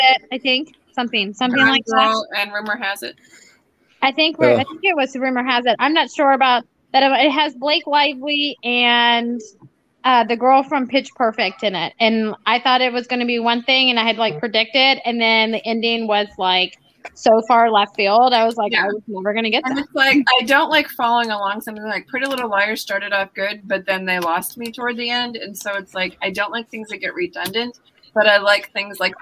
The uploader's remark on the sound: While testing our presence on discord